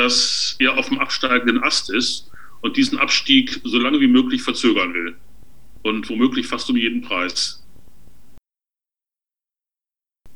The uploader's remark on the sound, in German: aufgezeichneten Videokonferenz